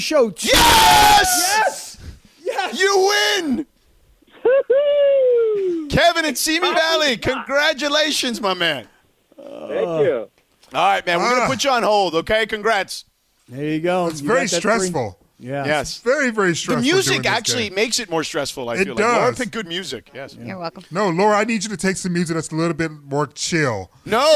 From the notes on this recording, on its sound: calls in the show